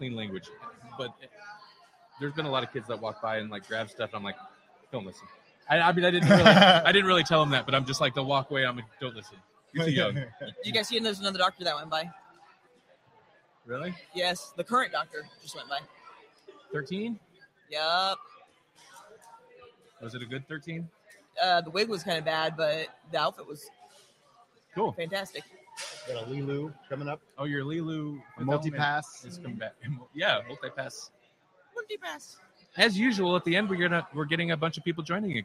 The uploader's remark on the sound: Live from O Con Expo 2019 in Council Bluffs, Iowa!